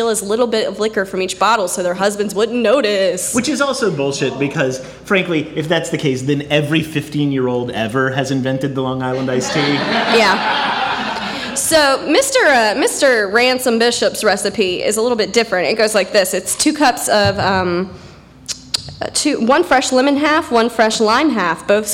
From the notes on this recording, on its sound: It&#8217;s our live show! It’s our live show! As part of the DSI Comedy festival, Sound Bites!